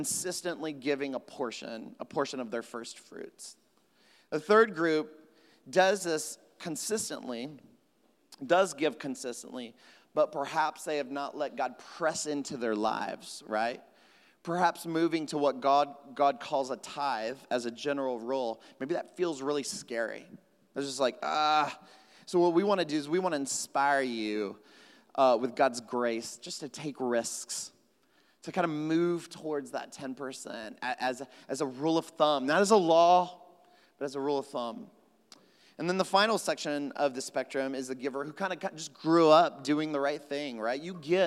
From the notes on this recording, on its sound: at Trinity Church, Puerto Rico